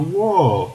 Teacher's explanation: So we could say, yeah, it annoys me, it is annoying, but the idiom is much more expressive, it's much stronger, and we've got the strong vowel sound in wall. We've got a long oh sound in wall that really helps us to make our point.